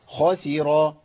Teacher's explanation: الخاء هنا في أعلى مراتب التفخيم المفتوح يبقى قوي جدا من حروف التفخيم